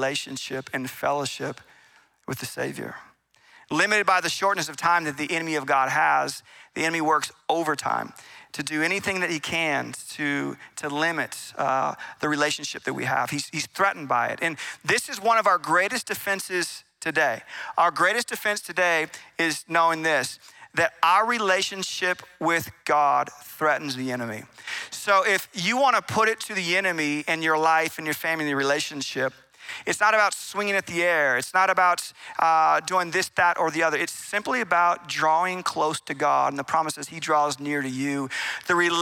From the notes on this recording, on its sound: Recorded in Meridian, Idaho on December 17, 2023 at Capital Church.